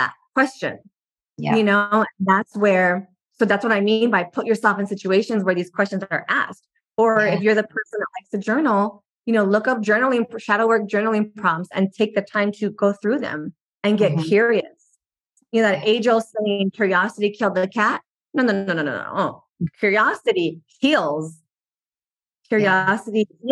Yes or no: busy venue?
no